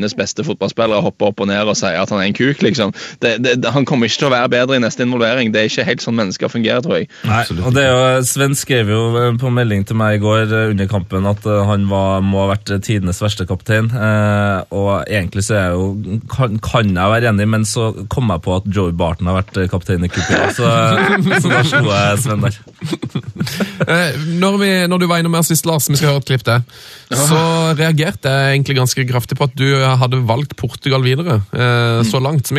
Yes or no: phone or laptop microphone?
no